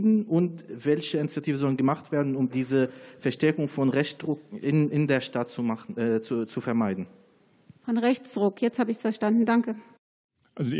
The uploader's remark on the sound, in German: Nordfunken: Wahlarena 2020. Dazu beantworten die Kandidat*innen auch Fragen aus dem Publikum. Wahlarena 2020 in Dortmund.